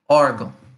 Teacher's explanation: You have an acute accent in ó and a tilde in ão, órgão. So you have this ão, but it is not the stressed syllable.